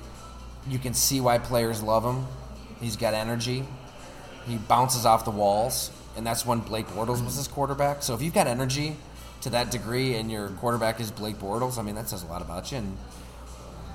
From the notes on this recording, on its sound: Live from Fattey Beer in Hamburg, NY